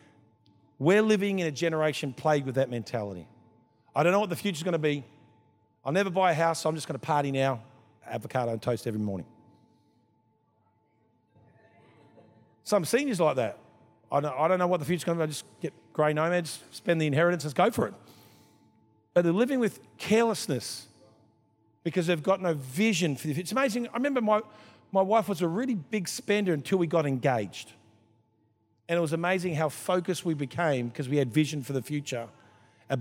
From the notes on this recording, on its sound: This was recorded in our 5pm service